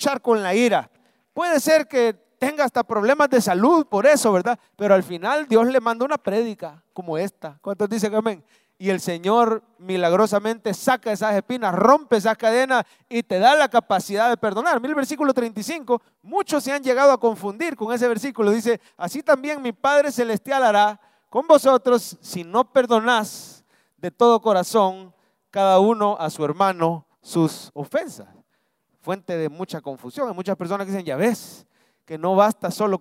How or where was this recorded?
large echoing room